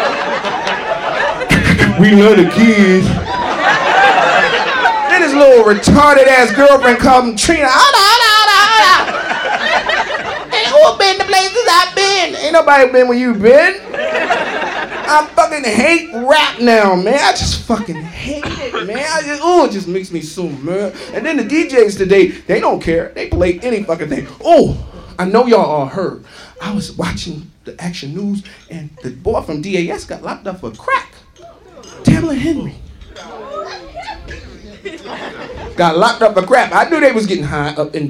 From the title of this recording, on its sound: Live at the Laff House